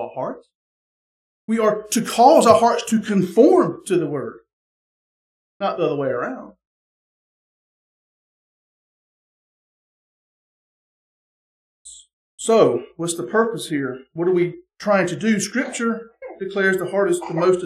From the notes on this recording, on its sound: the sermon from our Sunday morning Worship Service